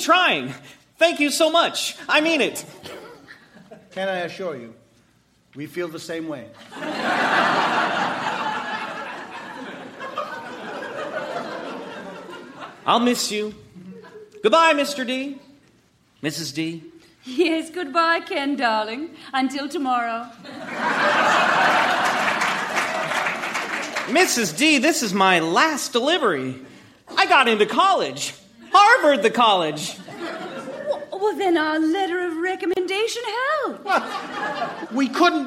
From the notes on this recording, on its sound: Recorded Live 11/10/2014 at Largo, Los Angeles.